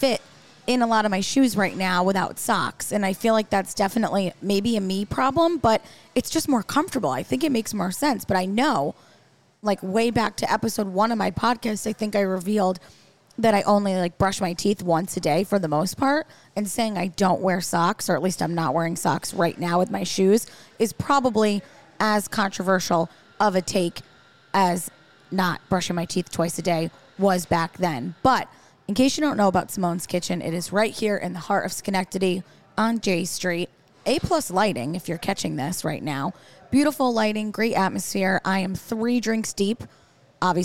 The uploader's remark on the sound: This week, The Buttonista Show is on the road recording live on location from Simone's Kitchen in Schenectady. There's a lot of distractions out there....icy sidewalks, sandwiches being thrown from windows.